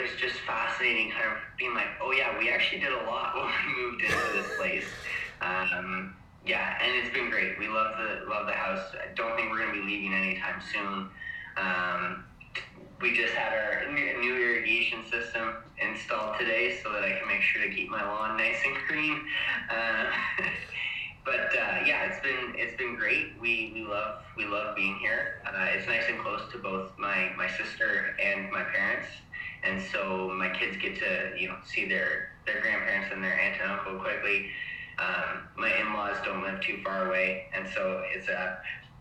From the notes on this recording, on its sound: recording was hard to do